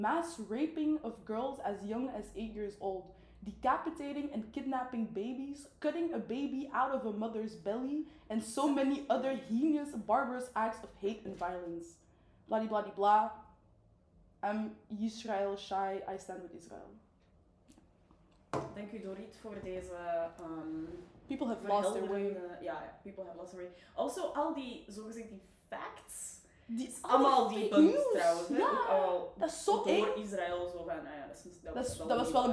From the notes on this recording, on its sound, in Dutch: Helaas hebben we ondervonden dat er wat is misgelopen met de audio.